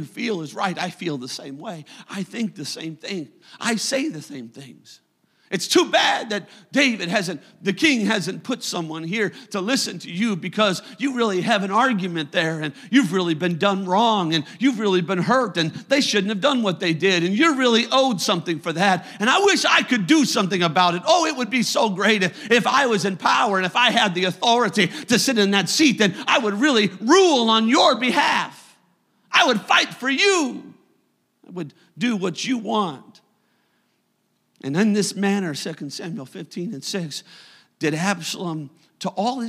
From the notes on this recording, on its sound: a service recording from Connect Point UPC